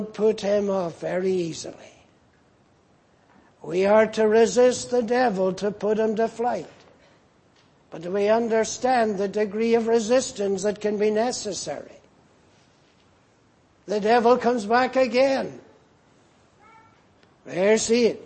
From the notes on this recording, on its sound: Preached in Grafton. At the Lord’s Day Morning service on 25th February, 2024.